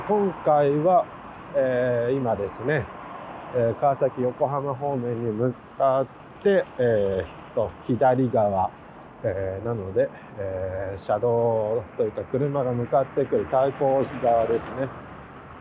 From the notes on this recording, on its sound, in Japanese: 雪の降った翌日、国道１号線より撮影しながらの収録です。